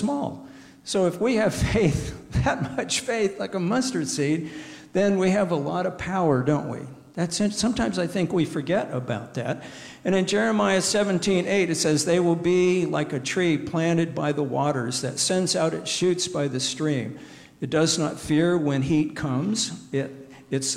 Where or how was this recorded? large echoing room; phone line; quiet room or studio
large echoing room